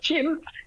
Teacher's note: So I say, if your name is James or Jim, you're most likely to pronounce that as Chim, which with the flat tone is the Vietnamese for a bird. And with the upward tone, the rising tone of Chim, It is not the Vietnamese for a bird.